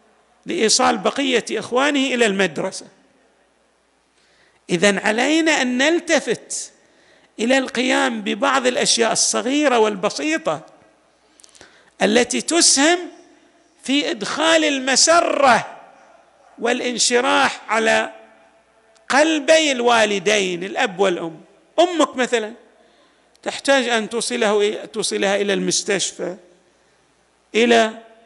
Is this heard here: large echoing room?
yes